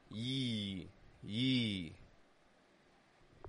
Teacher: The second movement of a diphthong is a glide, and a Y glide makes this ye fading kind of sound with tension between the back of your tongue and your teeth